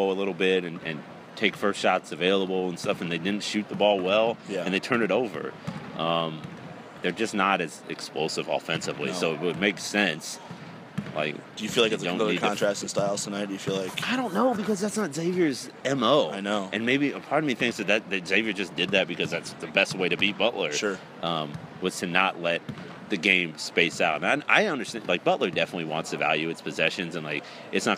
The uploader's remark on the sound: Live from the Big East Tournament in NYC.